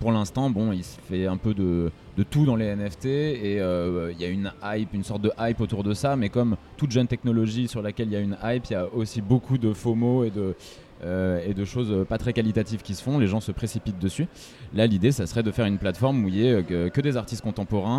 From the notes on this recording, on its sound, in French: Dernier entretien de la série enregistrée à l'occasion de la foire Around Video de Lille